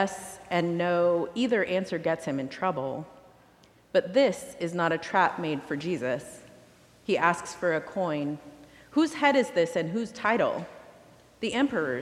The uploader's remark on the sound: recorded live at the 10:00am service